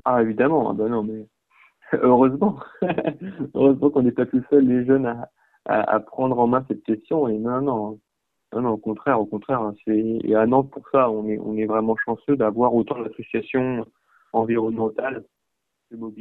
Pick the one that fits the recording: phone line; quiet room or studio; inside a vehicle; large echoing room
phone line